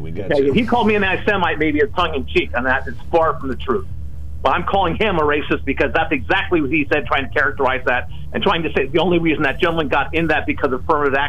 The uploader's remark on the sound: During open phones